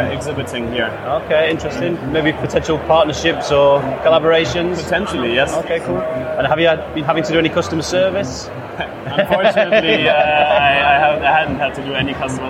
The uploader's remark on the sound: Live from TNW 2017